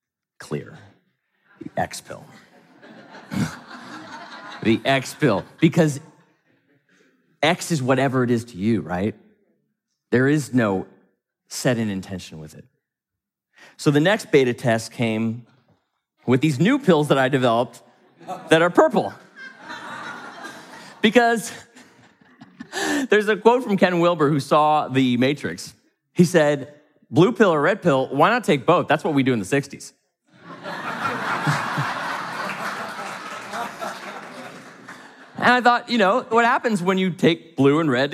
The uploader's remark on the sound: from the stage of Mindvalley’s A-Fest